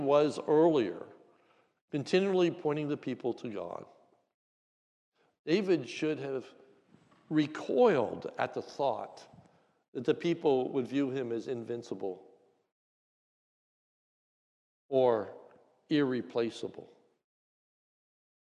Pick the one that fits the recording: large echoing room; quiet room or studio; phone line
large echoing room